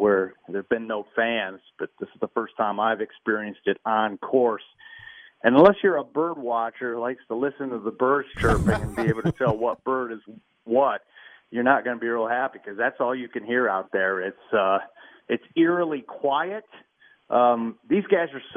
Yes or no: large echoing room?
no